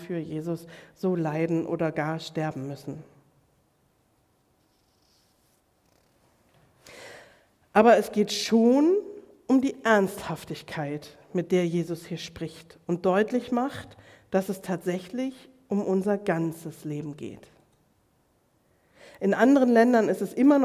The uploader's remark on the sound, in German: Predigt im Rahmen des GreifBar+ Gottesdienstes